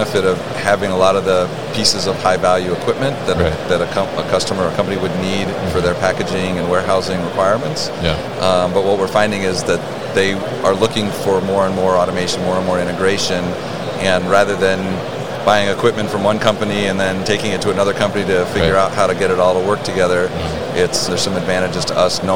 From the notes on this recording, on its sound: Signode at MODEX 2022.